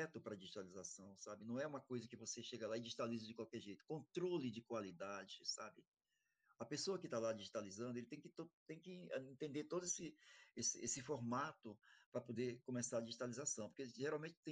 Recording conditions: video call